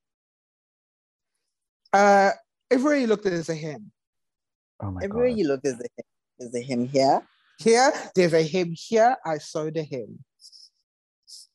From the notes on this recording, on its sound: join the zoom call one last time